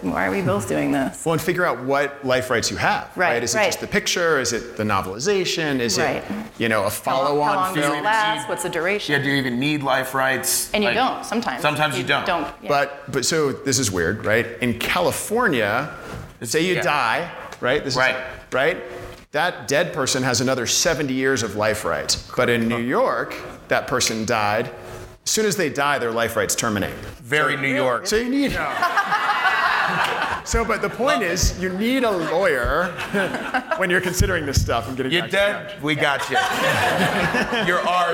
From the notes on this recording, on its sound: Panel (SFF 2018). Directors, producers, and legal experts "workshop" along with audience members.